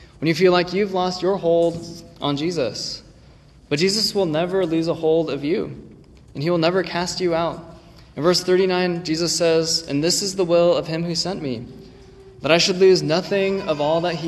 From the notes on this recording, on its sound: this recording is from 11/19/23 when the same sermon was preached at Ascension Presbyterian in Hillsboro, OR.